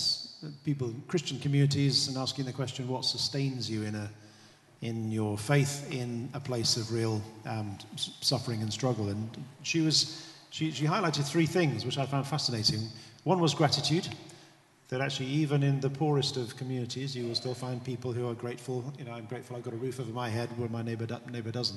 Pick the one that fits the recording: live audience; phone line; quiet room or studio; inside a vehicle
live audience